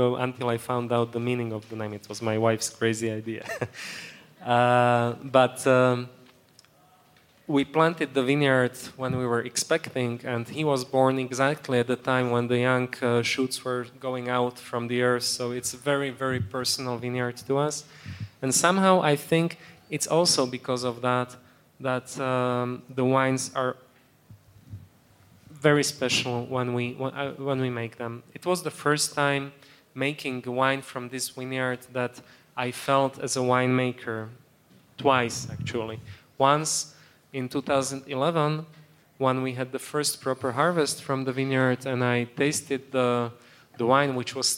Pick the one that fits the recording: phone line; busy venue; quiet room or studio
busy venue